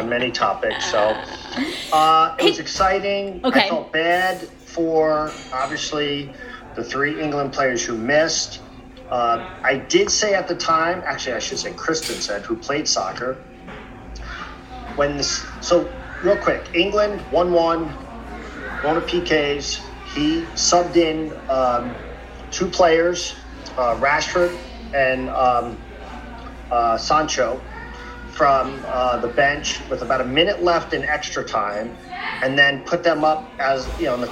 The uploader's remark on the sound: semi-live from a cafe today so enjoy the background noise!